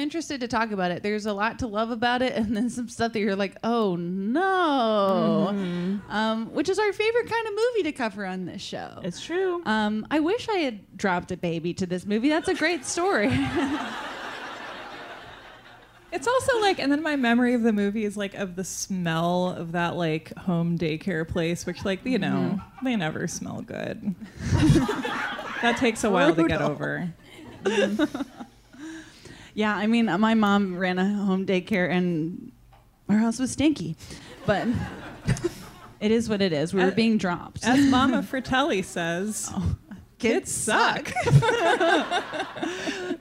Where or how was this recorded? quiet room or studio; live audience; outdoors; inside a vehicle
live audience